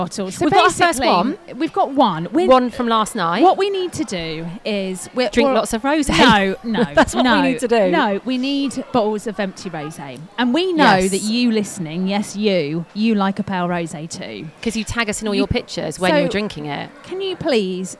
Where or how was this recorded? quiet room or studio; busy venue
busy venue